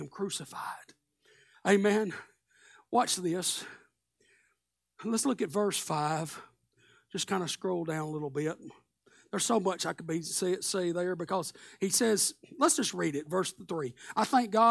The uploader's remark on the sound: Live Sunday Morning Service